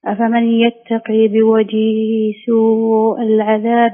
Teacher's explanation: في قوله تعالى أفمن يتقي، جبتيها بشكل ممتاز جدا، يعني إدغام بغنة